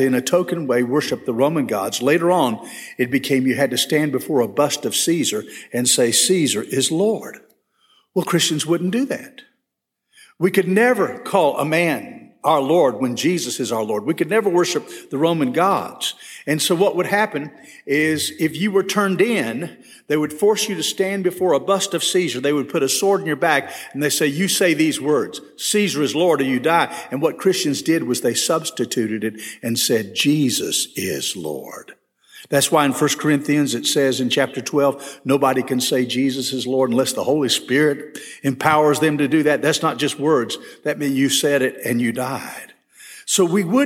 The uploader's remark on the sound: This session was recorded at First Baptist Church Hendersonville, NC on January 12, 2022.